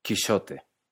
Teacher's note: En el texto original, Quijote se escribe con X, y esto es porque en esta época se pronunciaba con un sonido de sh, que mucho tiempo después se convirtió en la J que conocemos, pero en esta época la X se pronuncia firmemente como sh